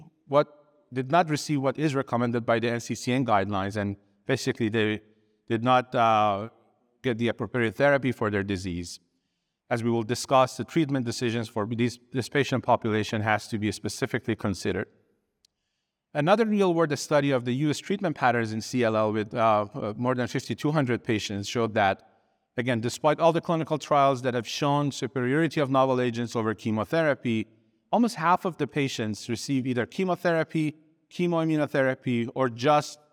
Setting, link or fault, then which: setting, busy venue